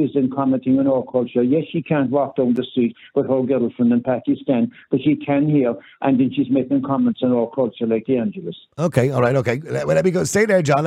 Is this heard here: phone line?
yes